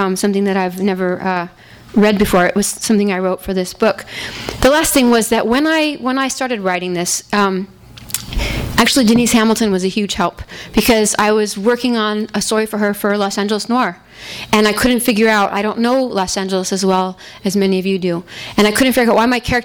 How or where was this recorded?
live audience